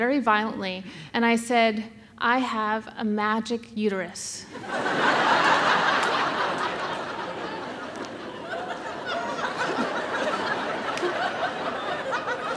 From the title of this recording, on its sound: The Moth Radio Hour: Live in Boston